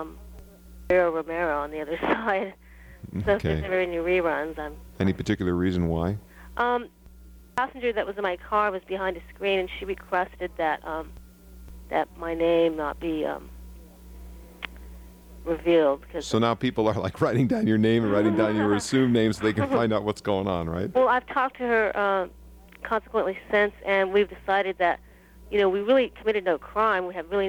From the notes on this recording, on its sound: 1992 Timeless Voyager Radio interview. LIVE plus listener call-ins.